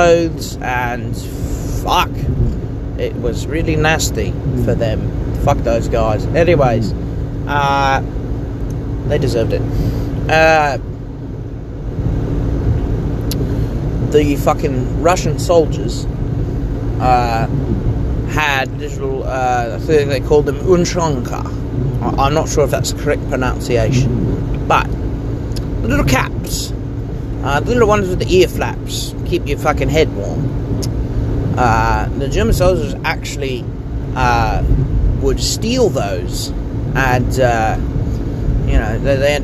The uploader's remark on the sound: I ramble about things in the car once more